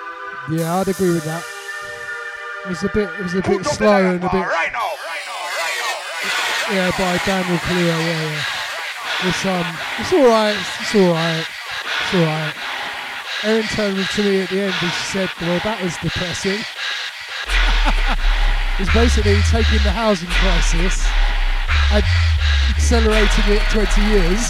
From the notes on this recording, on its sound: Live from The Rolling Den